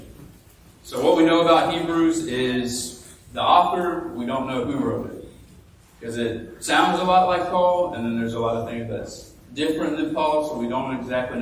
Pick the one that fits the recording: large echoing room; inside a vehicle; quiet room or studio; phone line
large echoing room